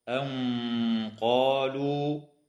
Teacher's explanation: وإخفاء حقيقي للنون الساكنة عند القاف مع الغنة مفخمة